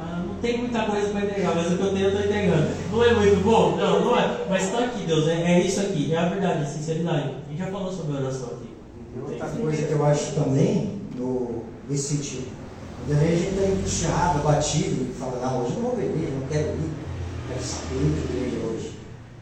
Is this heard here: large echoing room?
yes